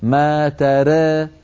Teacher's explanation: التقليل وهو الإمالة الصغرى للراء والألف التي بعدها